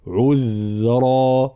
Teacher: فالانتباه في قوله تعالى قد بلغت من لدني عذرا، يقرأه طبعا الإمام قالون بتخفيف النون وليس لدني، لا لدني، هكذا من لدني عذرا. كلمة عذرا بين ضم العين ثم إسكان الذال مع صفة الرخاوة والجهر، عذرا هكذا.